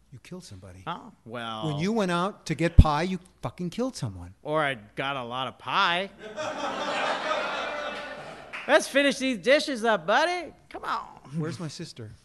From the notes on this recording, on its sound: Recorded live at The Villain Theater.